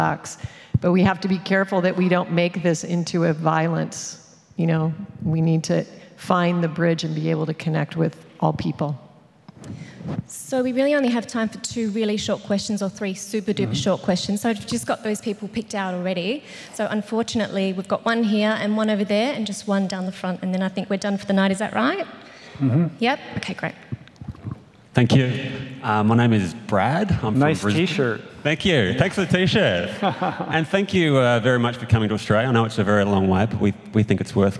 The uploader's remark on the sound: a fun, dynamic Q&A session from our Plantpower Australia event in Melbourne, Australia, recorded March 2017